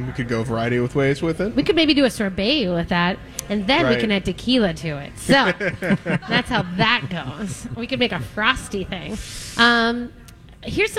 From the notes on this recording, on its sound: live from Mallards Restaurant & Lounge today!